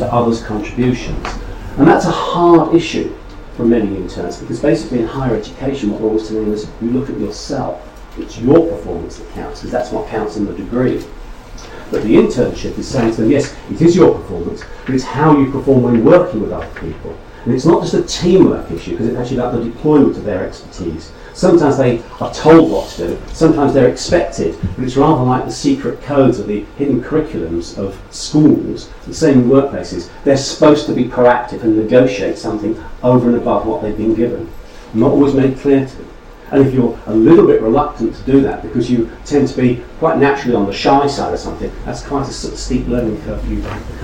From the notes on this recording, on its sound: speaks at SRHE Employability, Enterprise and Work-based Learning Network